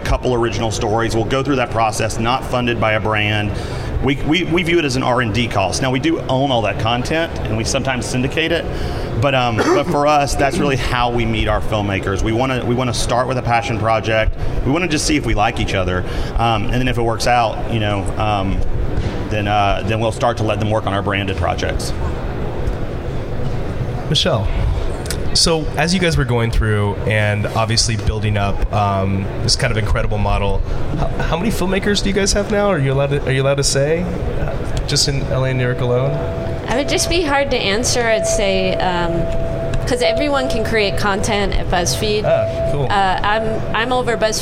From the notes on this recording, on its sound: Live at NAB show 2017! Live from the NAB show 2017 Advanced Advertising Pavilion.